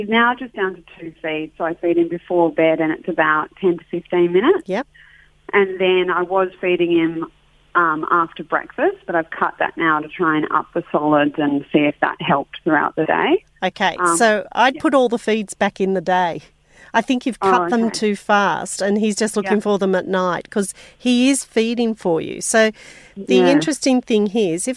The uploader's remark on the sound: Takes several phone calls from mums looking for help.